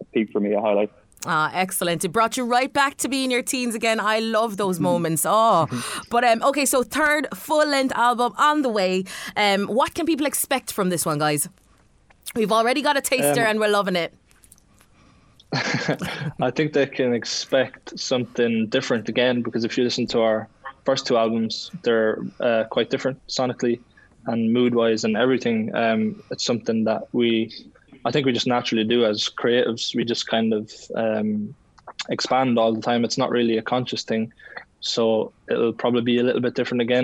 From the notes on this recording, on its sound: Caught up with the lads via Zoom.